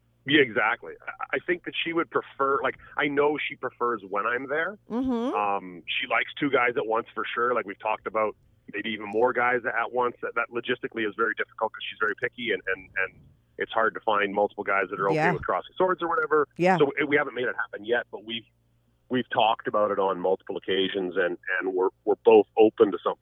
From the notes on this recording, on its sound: they both called in to talk all about it